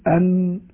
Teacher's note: مخرج النون أن تقول أن، إذا أردت أن تعرف مخرج أي حرف فأدخل عليه الهمزة وسكنه أو شدده، تقول أن. الغنة تخرج من طرف اللسان مع اللثة العليا